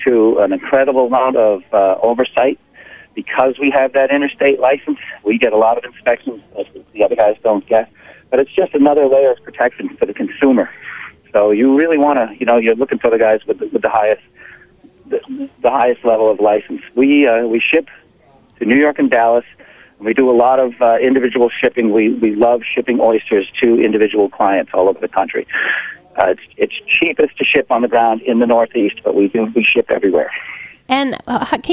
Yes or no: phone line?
yes